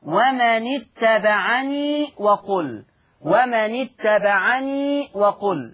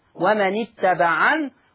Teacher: عشان نثبت حذف الياء يعني هقف بسكون النون · Shown in: second take · ومن اتبعن، واوصلها للتدريب عشان ابين للسامع ان حال وصل هذا اللفظ بما بعده ايضا فيه اثبات الياء: ومن اتبعني وقل.